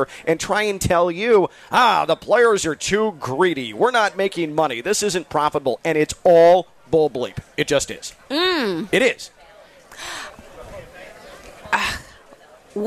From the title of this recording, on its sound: Live from the Honda Classic